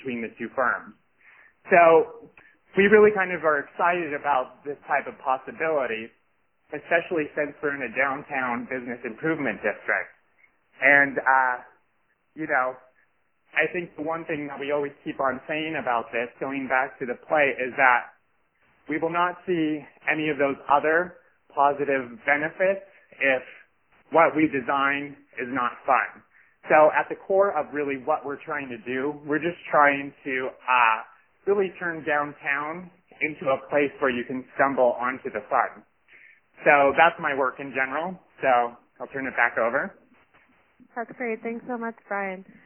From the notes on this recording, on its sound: On this CommunityMatters conference call recording